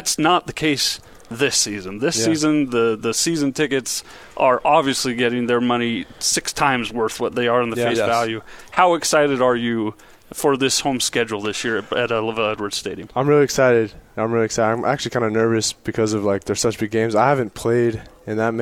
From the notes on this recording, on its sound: live from BYU Football Media Day